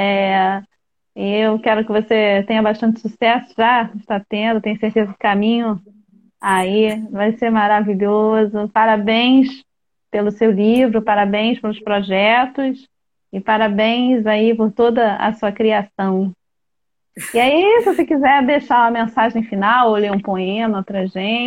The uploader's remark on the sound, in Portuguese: Áudio da Live feita no Instagram